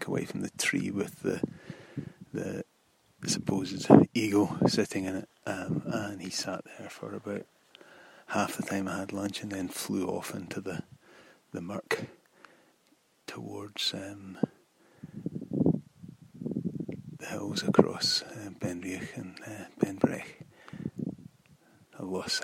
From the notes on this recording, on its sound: Walkcast. I am still experimenting with recording on the hoof. This time I decided to record a series of short clips in Voice Memos. The intention was to string them together quickly with Ferrite . I found that a bit footery on the phone and ran into the three track for free limit.